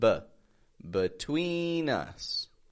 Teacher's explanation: Notice how we stretch that twee. And also notice how the B-E in the beginning just gets a B kind of sound. It's not a between, but B.